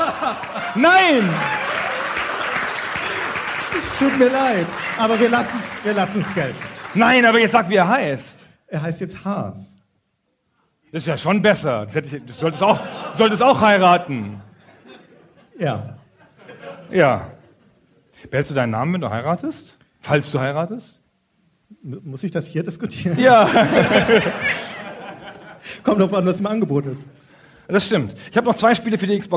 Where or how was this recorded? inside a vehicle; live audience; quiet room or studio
live audience